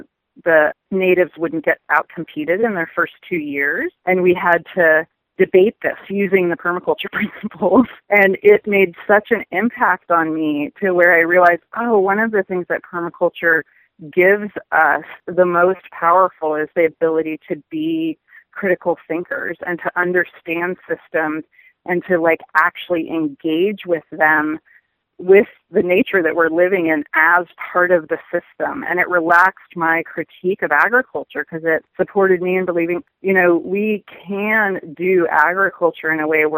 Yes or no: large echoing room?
no